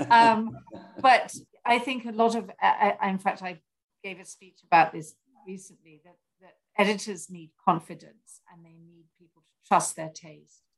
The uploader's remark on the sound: The Zoom connection was poor on this one.